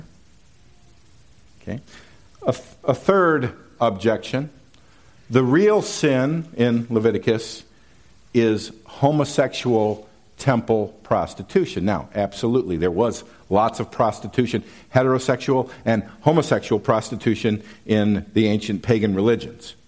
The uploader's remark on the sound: These messages were preached at Valleybrook Community Church meeting at Kaneland Middle School, Maple Park, IL.